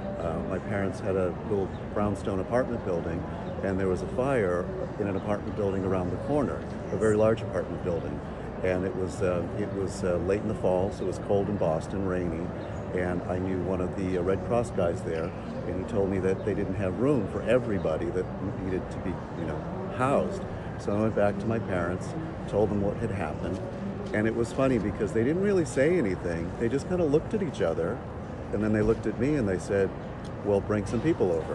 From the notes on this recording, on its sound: Interview was recorded in person at 2020 PLA in Nashville, TN, in February 2020.